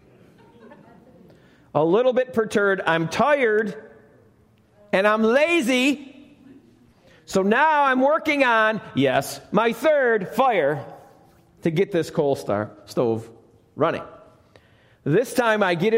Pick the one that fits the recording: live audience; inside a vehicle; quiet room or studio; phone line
live audience